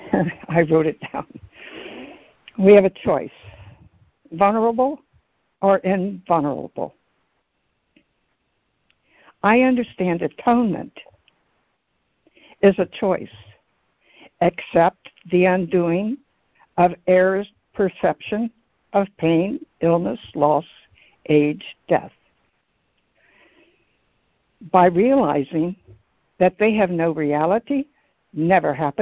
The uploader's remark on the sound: ACIM Daily Conference Call.